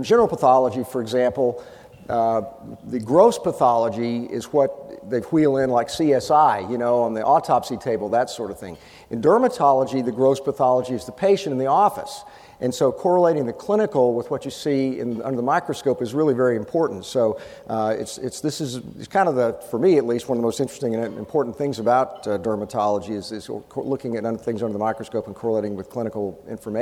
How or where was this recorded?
busy venue